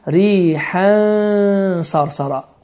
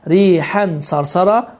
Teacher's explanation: Deməli, ixfa qaydası baş verir, n səsi burunda 2 hərəkə miqdarında uzadılır, gizlədilir · Shown in: first take · və ixfa qaydasına görə belə oxunur, rihən sarsara.